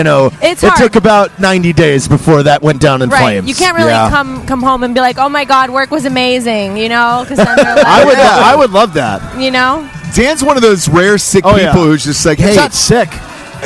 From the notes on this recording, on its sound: It also helps that we did it live from a Las Vegas bar in the middle of the afternoon.